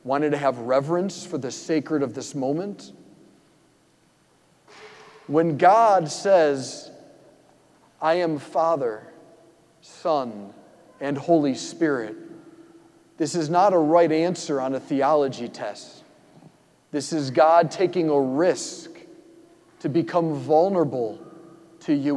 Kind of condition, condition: setting, large echoing room